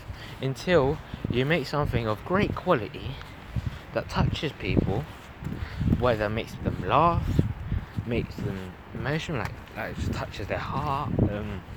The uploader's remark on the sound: I was on a walk at night and decided to speak my thoughts out loud and press record. Apologies for the bad quality.